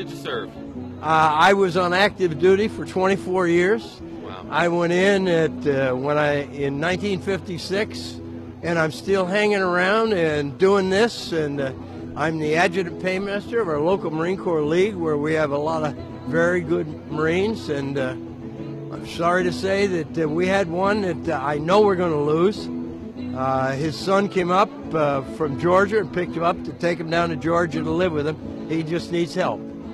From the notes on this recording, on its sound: broadcasting live from War Memorial Park in Martinsburg for the annual Free Memorial Day Pancake Breakfast hosted by the Rotary of Martinsburg!